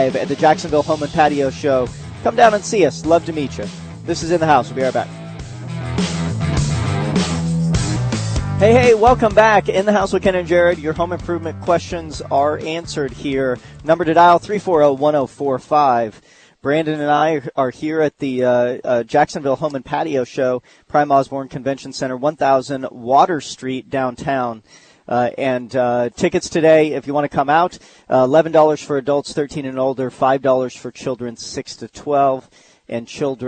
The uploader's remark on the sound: live at the Home & Patio show down at the Prime Osborn Convention Center